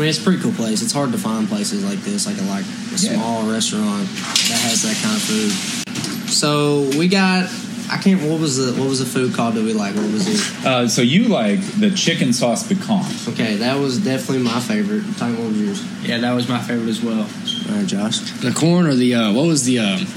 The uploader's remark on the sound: hit the streets of Lexington, Kentucky to hit up a local Cajun restaurant, Bourbon n' Toulouse.